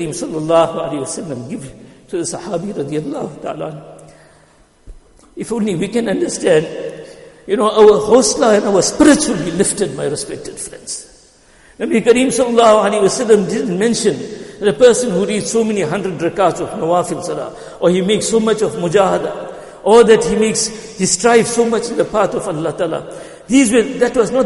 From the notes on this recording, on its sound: Jumuah lecture